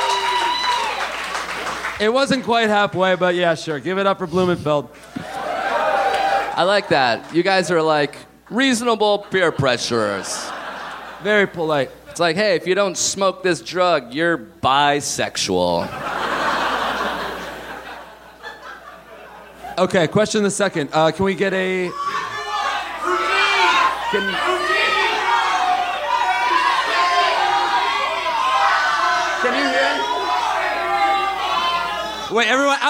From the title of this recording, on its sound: Live from Montreal!